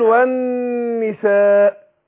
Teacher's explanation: النون المشددة بتاخد غنة حركتين، يعني لما اقول والنساء يبقى النون هنا ايه هتاخد غنة حركتين.